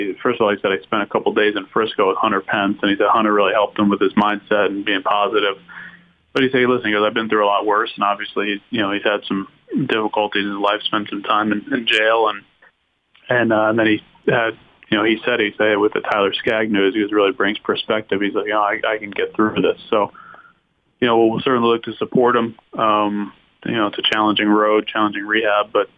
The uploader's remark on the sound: called in to the Ben And Skin show